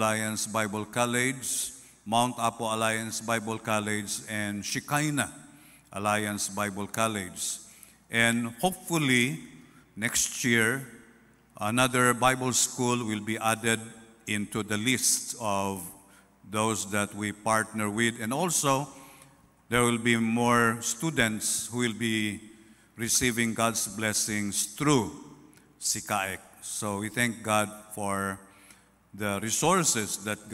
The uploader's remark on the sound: At Zamboanga City Alliance Evangelical Church.